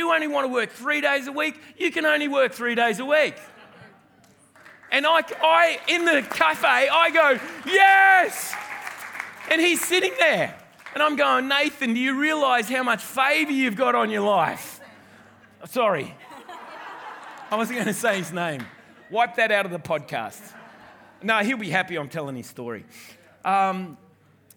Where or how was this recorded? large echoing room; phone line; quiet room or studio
large echoing room